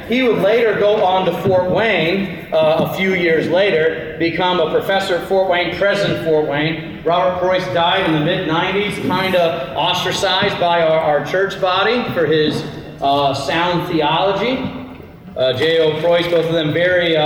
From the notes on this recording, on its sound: This Bible study was recorded at Zion Lutheran Church in Tomball, TX